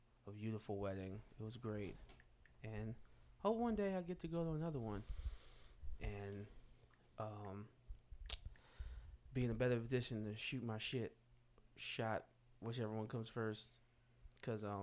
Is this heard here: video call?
no